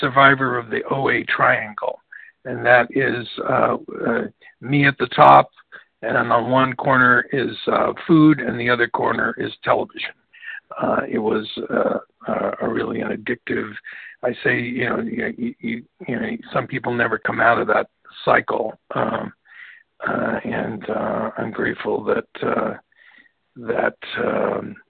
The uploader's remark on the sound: from the 100 Pounders Phone Meeting, 12/9/23.